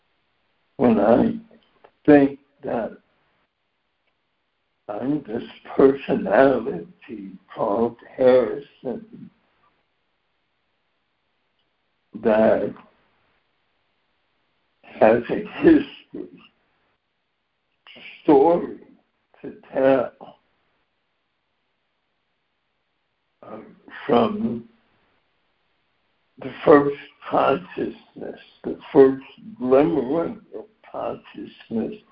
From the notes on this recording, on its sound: ACIM Daily Conference Call